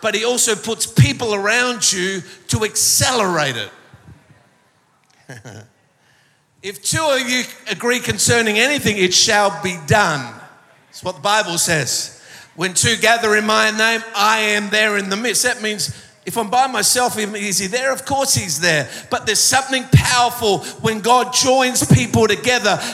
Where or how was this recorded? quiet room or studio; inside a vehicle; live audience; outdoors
live audience